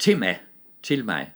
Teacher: Men hvis øh, det tryksvage ord starter med en stemt vokal, så sker der det, at når de to ord øh, smelter sammen, så optræder dette specielle jyske stød, men det hopper hen på konsonanten